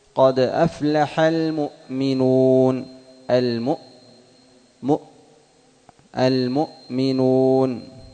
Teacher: الهمزة أ بدون صوت، ما يقال فيها أ وإنما انحباس أ، بعد ما تنطق بالهمزة الأولى الهمزة الثانية انحباس أ.